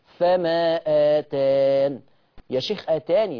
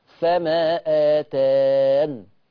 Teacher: الطريق قال لي احذف الياء، اقف على النون بس، سكن النون · Shown in: second take · فما آتان. اذن حذف الياء وقفا.